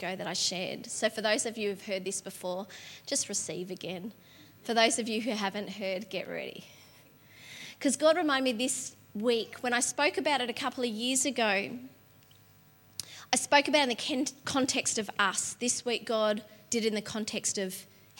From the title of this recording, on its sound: LIVE at Echo Church